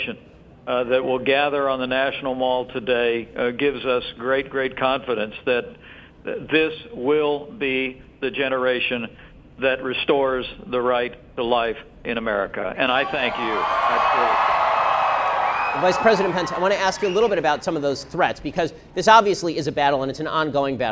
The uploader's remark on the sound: We broadcast live from the March for Life